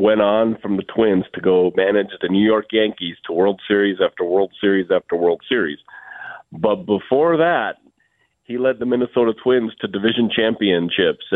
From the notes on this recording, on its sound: Is down with the sickness but still joins by phone.